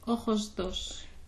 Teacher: Then it gets a little bit more voice, that S at the end of ojos.